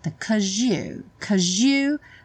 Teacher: Aqui é muito comum, no caso cause, que é a forma curta do because, ganhar na junção com you um som de J